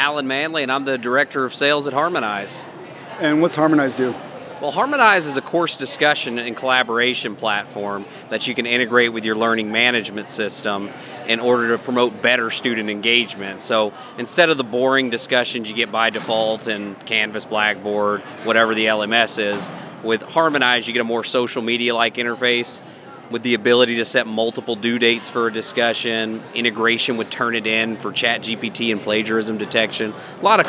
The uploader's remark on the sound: OLC Innovate 2023 onsite recording. Walk the vendor floor at the OLC Innovate Conference in Nashville, TN.